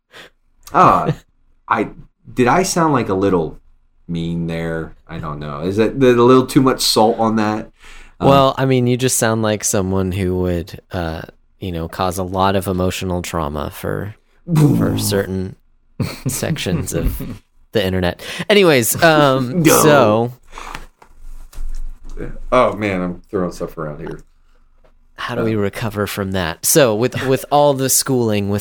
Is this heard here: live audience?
no